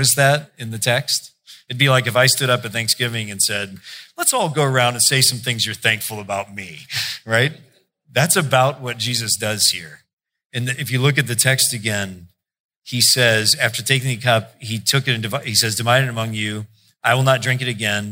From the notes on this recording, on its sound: preached in July 2016 at Sojourn J-Town